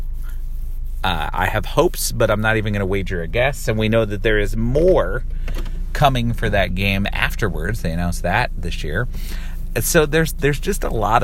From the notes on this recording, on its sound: recorded in short form as I drive from one place to another